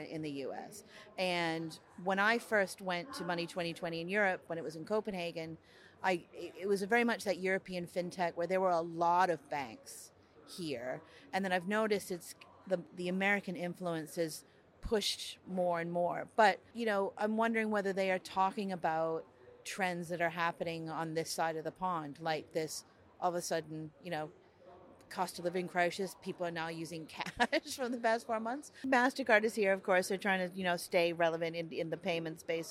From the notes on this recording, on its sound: On the road at Money20/20 in Amsterdam